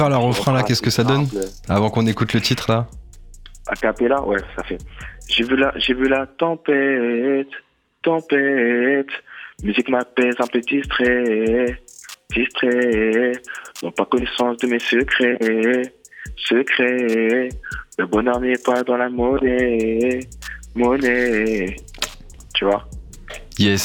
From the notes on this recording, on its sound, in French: Nous contactons plusieurs artistes par téléphone.